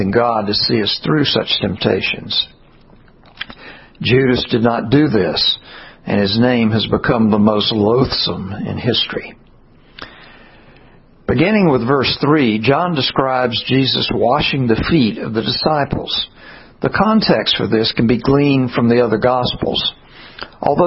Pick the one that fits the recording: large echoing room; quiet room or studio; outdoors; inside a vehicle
large echoing room